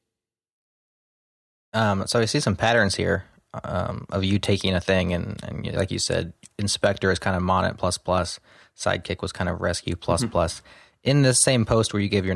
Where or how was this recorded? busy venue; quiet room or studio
quiet room or studio